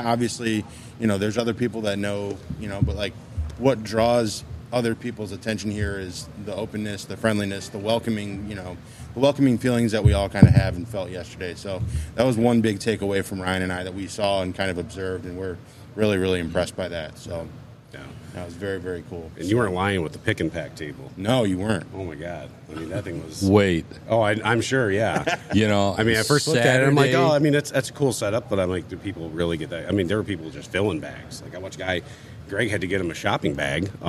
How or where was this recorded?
busy venue